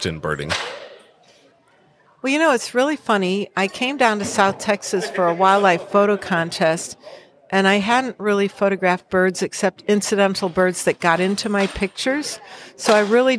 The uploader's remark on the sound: We recorded it a few hours later in the Birding Bazaar on the last day of the festival - where booths were being dismantled in the background. I apologize for all the noise.